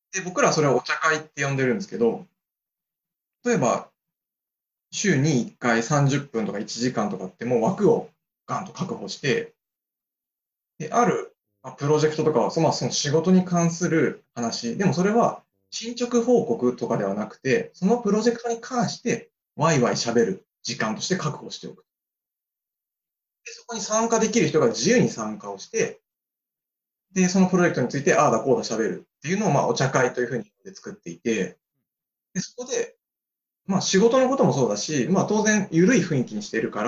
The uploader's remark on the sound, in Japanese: Zoomの無料アカウントの制限のため終わり